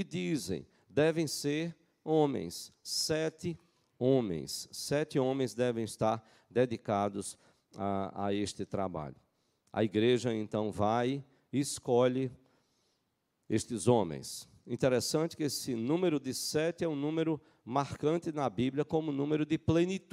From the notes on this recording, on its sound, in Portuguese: Culto matinal(9h) presencial e transmitido ao vivo